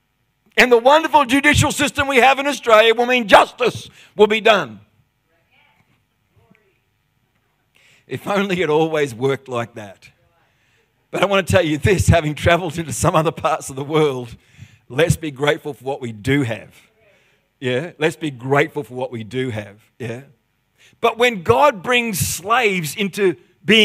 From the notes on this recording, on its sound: The live stream of Destiny Church Atherton.